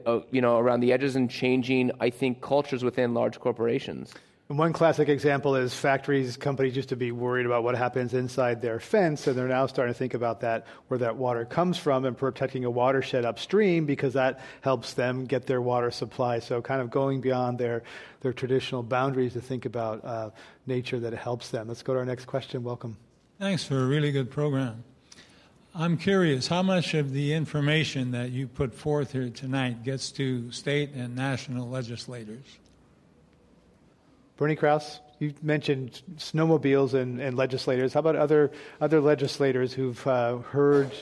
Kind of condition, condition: setting, live audience